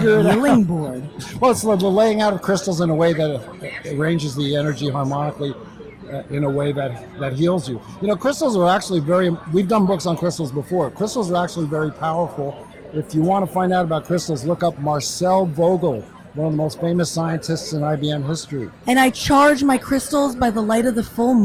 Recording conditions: busy venue